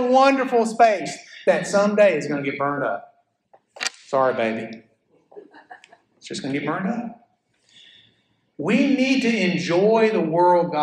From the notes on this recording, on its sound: a sermon I preached at First Baptist Church Florala